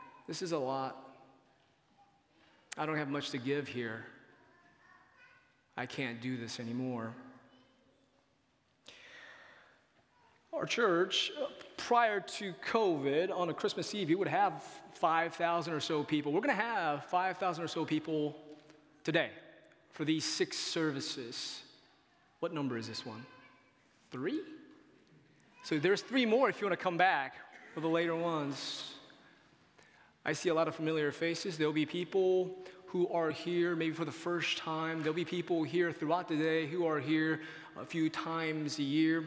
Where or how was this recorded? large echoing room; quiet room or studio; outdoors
large echoing room